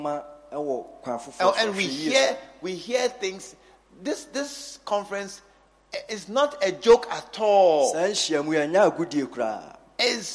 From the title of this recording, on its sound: Leaders And Loyalty Conference 2023 _ Day 2 _ Morning Session